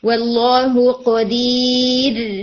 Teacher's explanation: پھر آئی نمبر 7 میں ایک ورڈ اور تھا جی، واللہ قدیر، یہاں پہ ہم را کو لائٹ کر کے پڑھیں گے، اس کو ہیوی نہیں کرنا، آپ کا را ہیوی ہو گیا تھا.